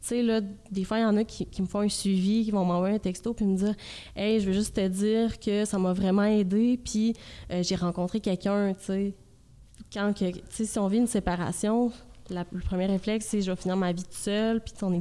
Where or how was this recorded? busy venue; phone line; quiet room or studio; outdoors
busy venue